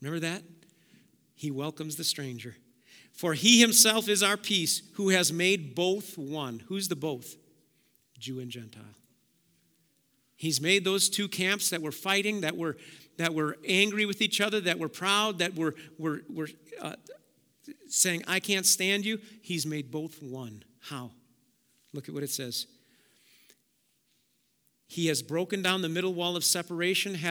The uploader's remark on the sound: Preached at Auxano Church 1/22/2023